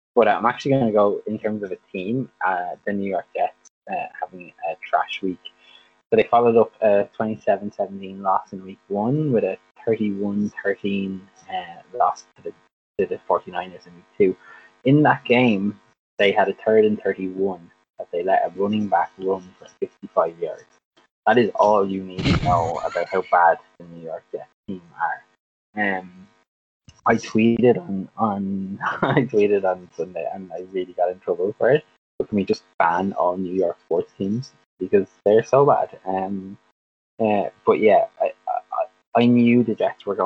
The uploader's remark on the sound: apologise for forgetting my mic stand and constantly moving the mic during this